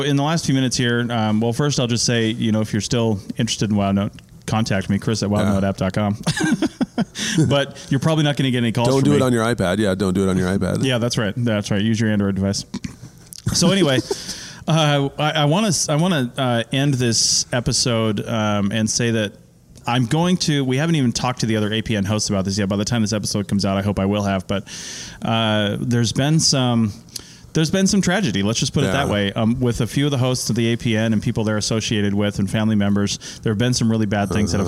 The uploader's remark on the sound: sit down at the 2020 Society for Historical and Underwater Archaeology annual meeting in Boston, MA